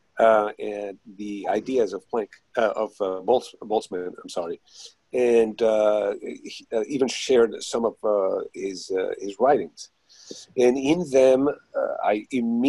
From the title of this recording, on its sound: Zoom meeting